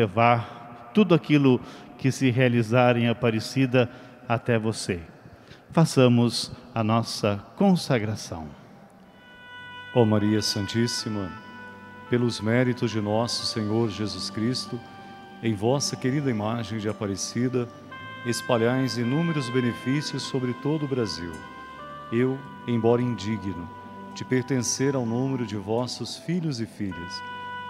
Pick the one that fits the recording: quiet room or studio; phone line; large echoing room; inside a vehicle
large echoing room